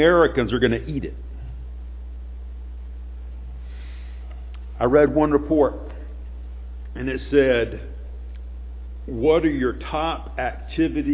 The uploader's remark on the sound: Sunday morning sermon